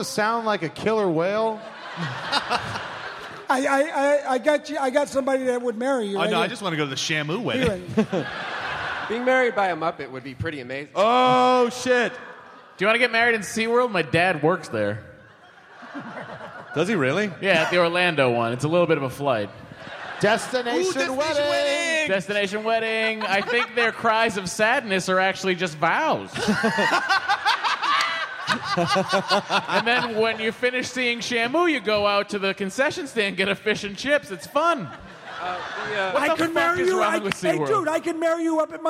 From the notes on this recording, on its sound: Live at The Balboa Theater at SDCC 2014! They take quemments from the audience!